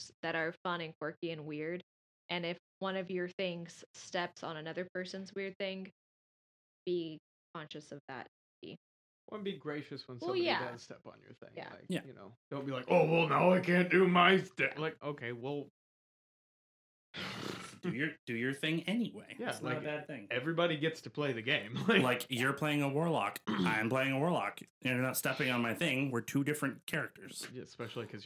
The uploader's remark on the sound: Sorry about the sound quality in this one... … kept cutting out.